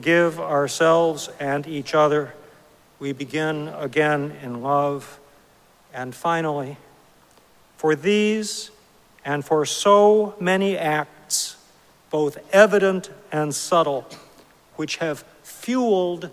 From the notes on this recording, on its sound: Recorded live at Arlington Street Church